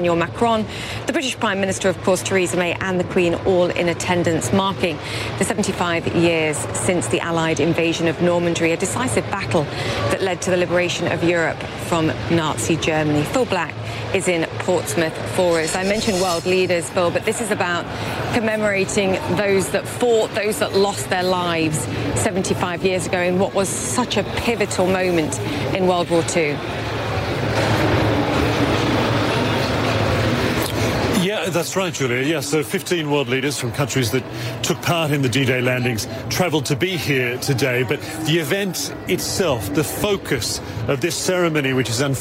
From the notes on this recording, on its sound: live from the New York Stock Exchange